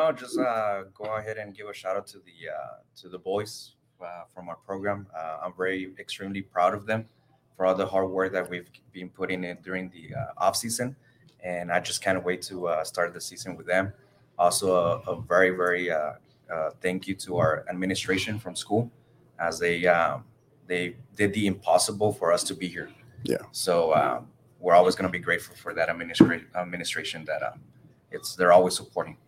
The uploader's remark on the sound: We're LIVE from beautiful Moody Gardens in Galveston, TX at the 2022 TASCO Texas High School Coaches Convention.